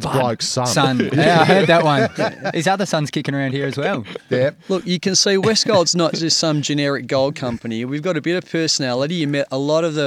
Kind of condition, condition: setting, outdoors